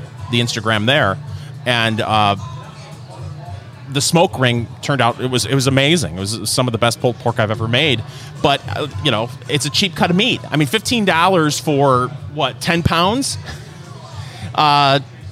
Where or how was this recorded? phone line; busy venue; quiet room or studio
busy venue